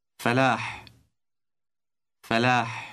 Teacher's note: Number 17 ends in a letter representing a sound similar to the English H, but it is produced with friction